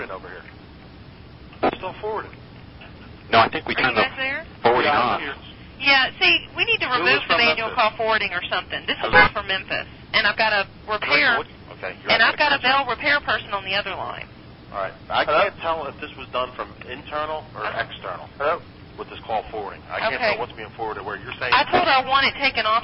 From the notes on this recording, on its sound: RBCP's Personal Prank Phone Calls Collection